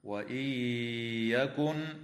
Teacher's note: تدغم النون الساكنة في الياء مع الغنة في قوله تعالى: وإن يكن، وتدغم في الميم مع الغنة أيضا